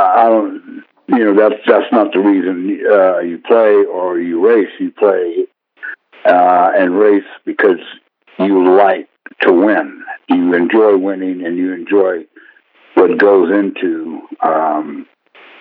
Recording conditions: poor sound quality